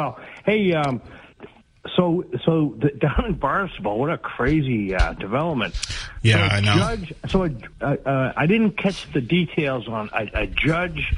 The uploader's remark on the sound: It's primary election night in the SouthCoast and the Commonwealth! Take calls from the audience.